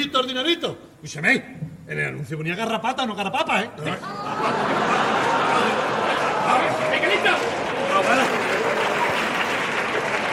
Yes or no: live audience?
yes